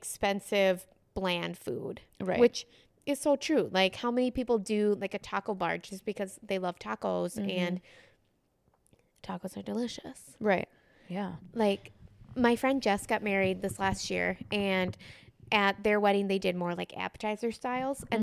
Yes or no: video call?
no